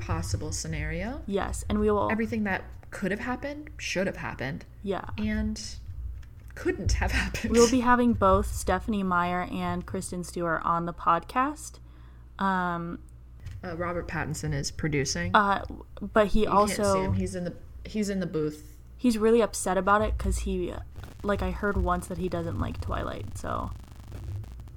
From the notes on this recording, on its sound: her mod podging was closer to the mic than she was